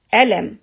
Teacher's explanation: So the pitch is higher on Alif.